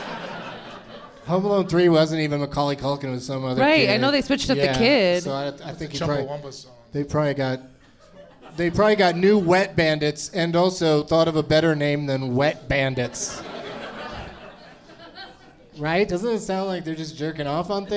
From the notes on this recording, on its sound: Live from Comedy Works in Denver